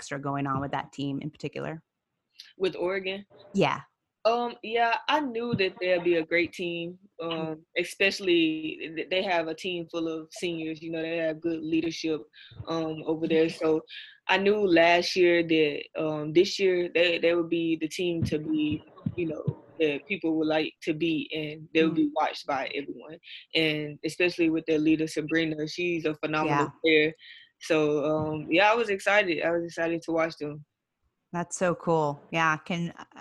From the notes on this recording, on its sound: Joins us in our latest Zoom episode.